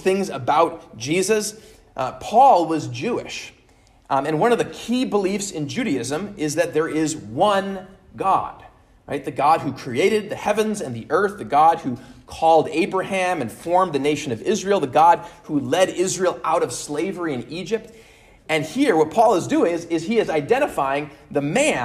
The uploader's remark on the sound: at Immanuel Lutheran Church in Pasadena, CA on 1/15/23